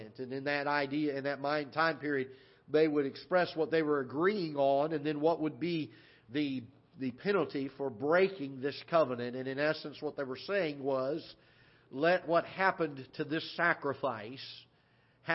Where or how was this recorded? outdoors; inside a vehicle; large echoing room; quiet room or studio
large echoing room